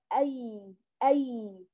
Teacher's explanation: أي هذه تخرج من أين؟ من وسط اللسان · Term: الياء لينة